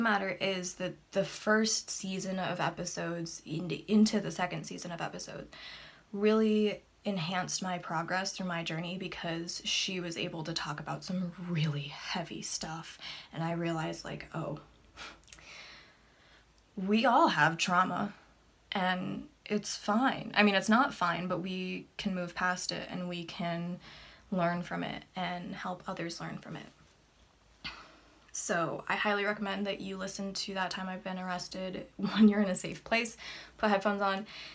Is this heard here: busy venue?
no